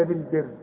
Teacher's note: الراء ترقق عند الوصل وعند الوقف، واخد بالك، لانها مكسورة وقبلها مكسور